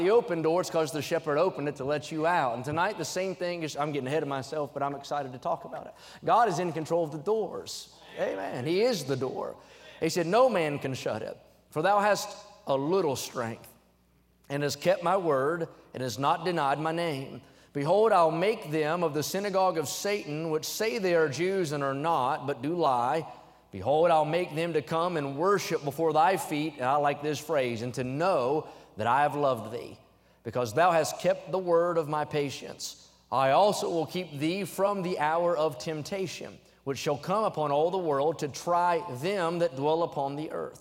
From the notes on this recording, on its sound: during the Wednesday Evening service on April 26, 2023, at North Valley Baptist Church in Santa Clara, California